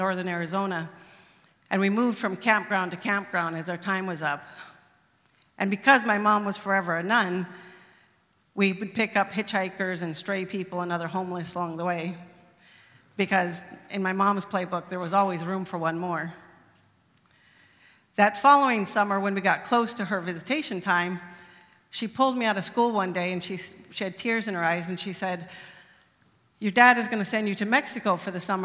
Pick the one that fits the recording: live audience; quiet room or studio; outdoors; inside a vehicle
live audience